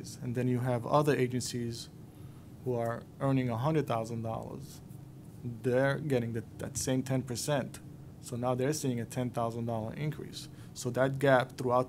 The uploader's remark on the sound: The New York State Senate Standing Committee on Civil Service and Pensions held a public hearing. What you’re about to hear is excerpts of this public hearing.